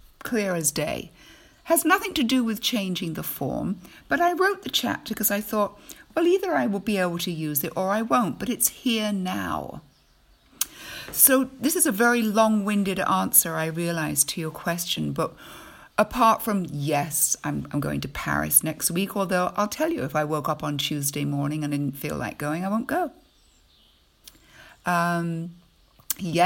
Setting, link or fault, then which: fault, sounds in the background